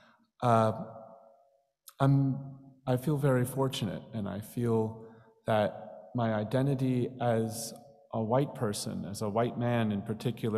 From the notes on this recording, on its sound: Stories shared in our joint Chanukah Service on December 5th, 2021. Today’s podcast features stories shared in our joint Chanukah Service.